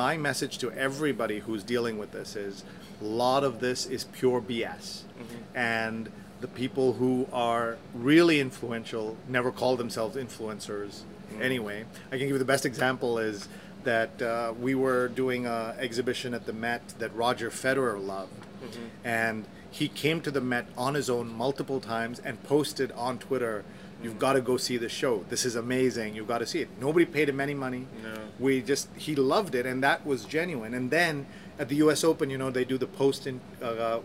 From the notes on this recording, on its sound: Recorded at the PRAXIS7 conference in Hyderabad